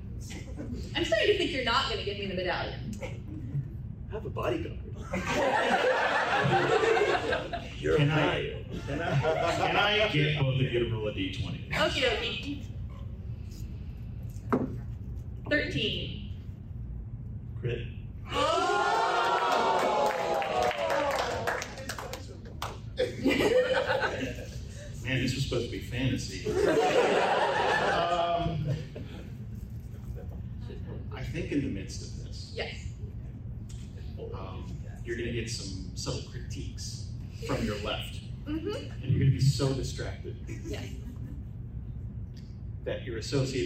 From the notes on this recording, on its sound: Dragoncon 2023 Live Show.